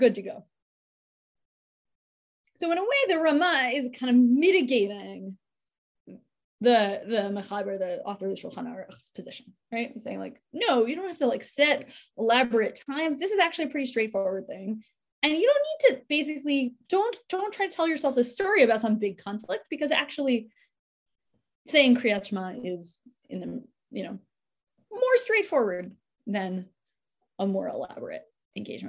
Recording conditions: video call